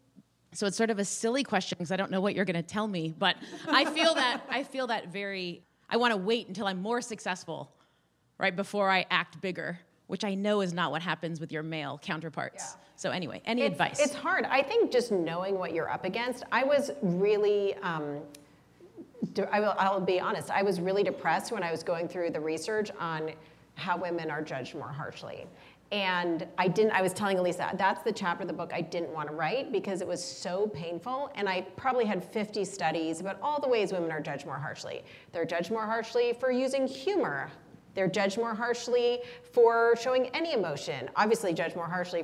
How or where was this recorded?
live audience